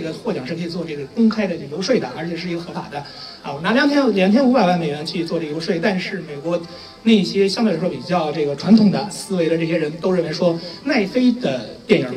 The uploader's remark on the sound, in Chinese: 奇妙电台的线下组织——奇妙观影团，是一个组织影迷沉浸式的欣赏电影的组织。本期节目就是奇妙观影团的《绿皮书》观影活动的映后分享环节的录音。